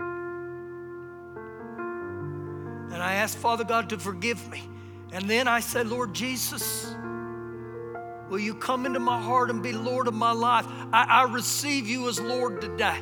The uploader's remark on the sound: Recorded live during our Sunday morning service